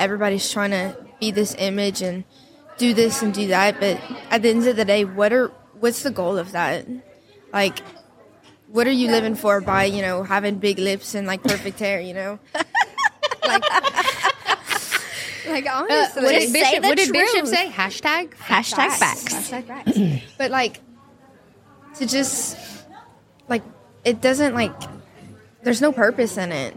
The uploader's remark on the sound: Live from Steubenville South.